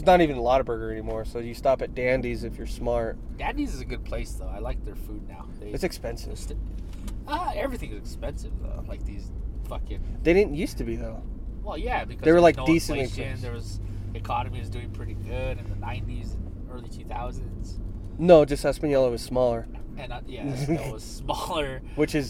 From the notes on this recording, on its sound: We're in a Truck. This week we decided to try and drive and record at the same time. We receive phone calls and lose track of what were talking about.